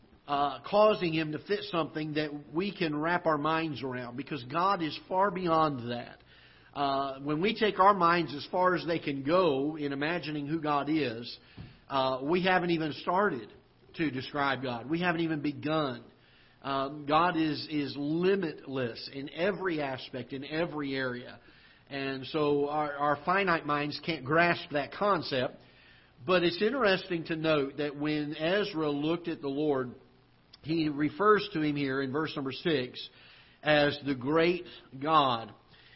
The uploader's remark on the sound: Ketha Heights Baptist Church ~ Live Broadcast